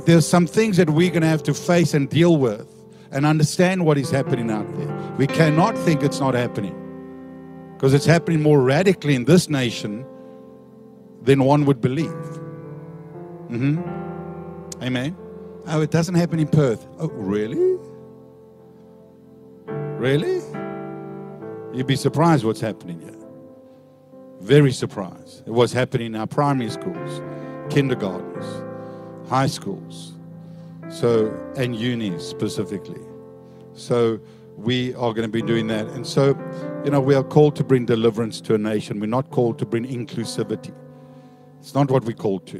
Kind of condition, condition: setting, large echoing room